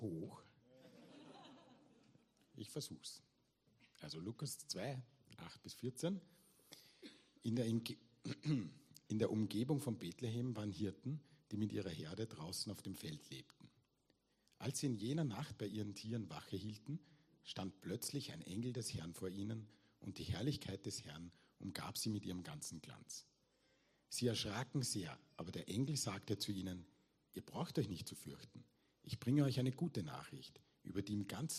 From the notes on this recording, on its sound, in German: Weihnachtsgottesdienst live aus der LIFE Church Wien.